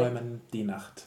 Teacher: So we actually implode the T